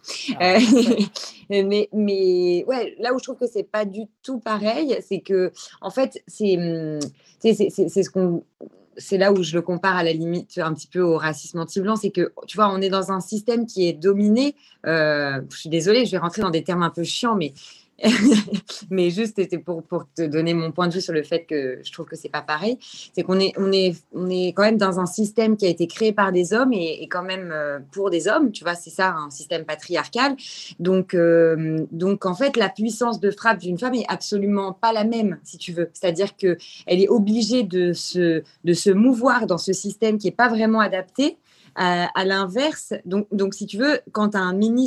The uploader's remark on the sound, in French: Ce podcast a été enregistré sur Club House